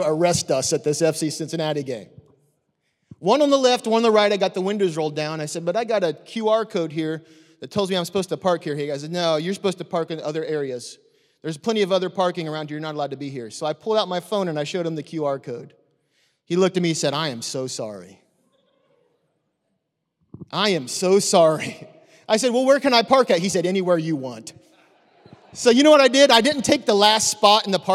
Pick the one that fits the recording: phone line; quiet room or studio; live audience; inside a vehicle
live audience